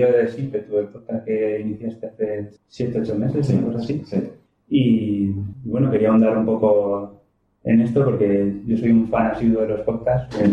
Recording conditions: poor sound quality